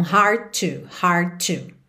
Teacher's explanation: Hard termina em D, to começa em T. A gente já sabe que TT, DD, TD e DT a gente junta num som só.